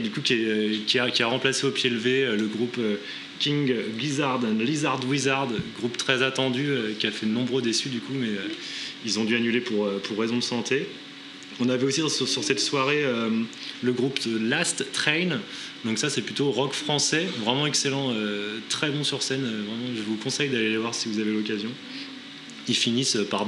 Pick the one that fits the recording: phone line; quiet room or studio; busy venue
busy venue